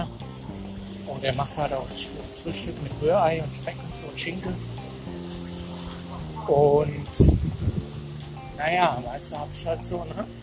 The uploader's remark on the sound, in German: Heute wieder live vom Ballermann in Budapest am Vierwaldstätter See.